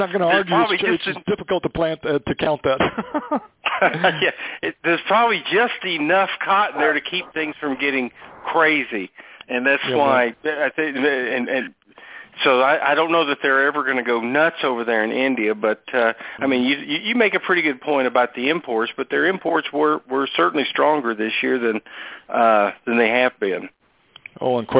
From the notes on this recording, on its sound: The is the podcast of our live Ag Market Network's Monthly Conference Call on Cotton for August 2017.